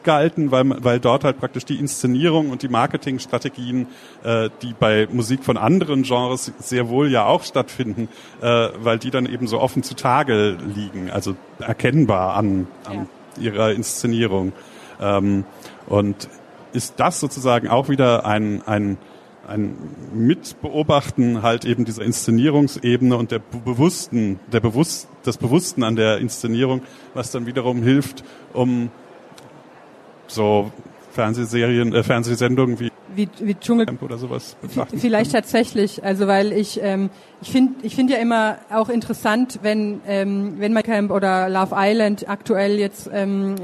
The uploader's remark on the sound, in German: Der Talk wurde im Rahmen der Veranstaltungsreihe "SPIEGEL Live" im Oktober 2019 auf der Frankfurter Buchmesse aufgezeichnet.